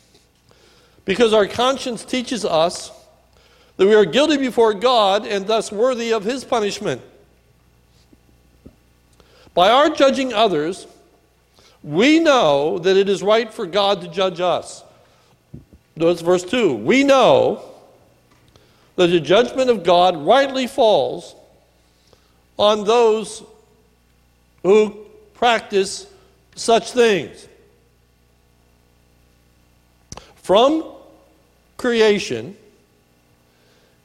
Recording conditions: large echoing room